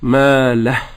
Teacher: حرف المد يذهب تماما كما في أخلده. · Term: مد الصلة